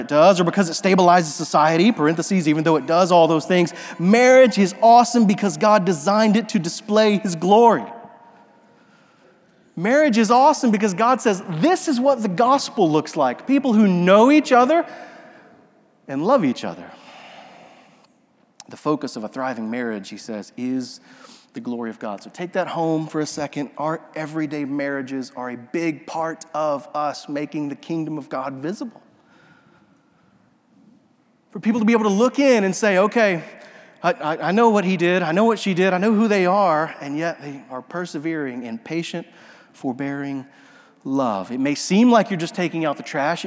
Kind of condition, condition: setting, large echoing room